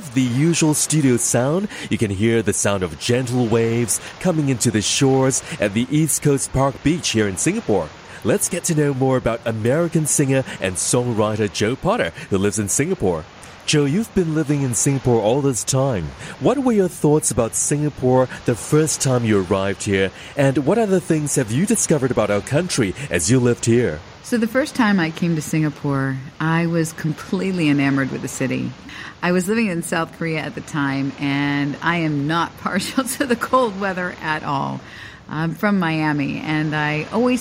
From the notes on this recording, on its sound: captured with the sound of gentle waves on a balmy day in Singapore